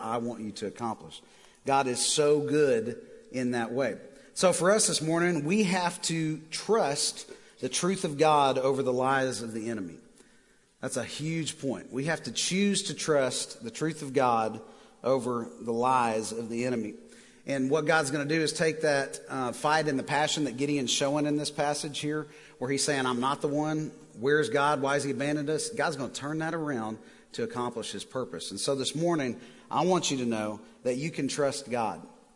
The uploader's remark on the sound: Recorded live at The Fellowship at Mt Juliet on February 17, 2019.